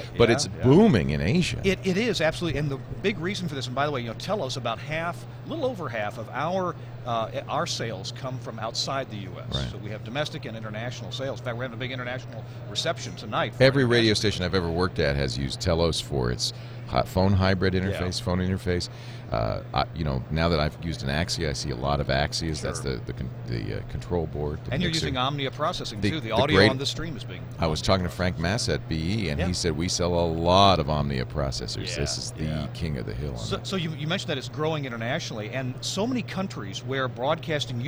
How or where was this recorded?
busy venue